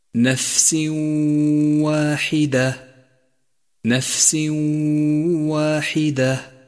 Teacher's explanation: أولا اقرأ قوله تعالى نفس واحدة، وتأمل كيف جاء التنوين وبعده حرف الواو، والواو حرف من حروف الإدغام، وحتى تلفظه بشكل صحيح أدخل التنوين في الواو، وقف عند الواو بغنة زمنها حركتان · Term: الإدغام بغنة